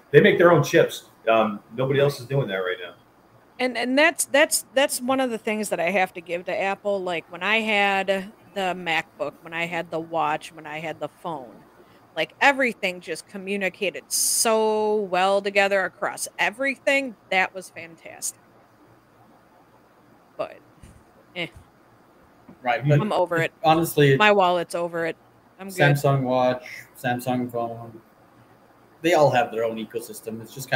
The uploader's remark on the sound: Live from Pax West in Seattle.